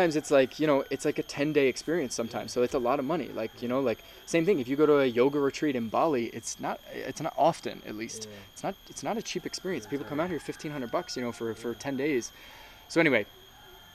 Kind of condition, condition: fault, sounds in the background